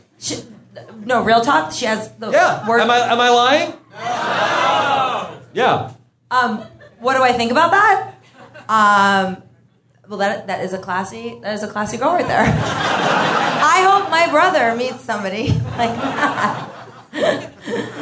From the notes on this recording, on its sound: LIVE From the Hollywood Improv. Answer audience questions with special Survivor guests.